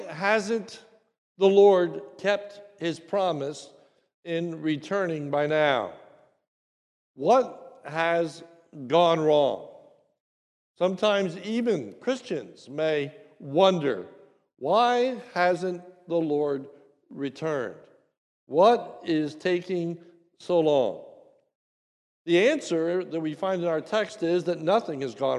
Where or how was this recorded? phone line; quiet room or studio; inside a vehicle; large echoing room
large echoing room